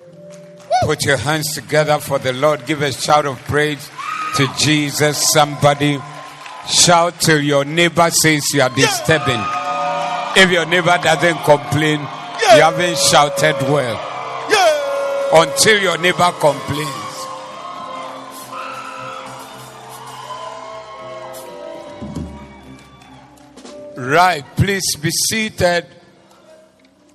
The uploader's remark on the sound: Preached at the Zeloo Service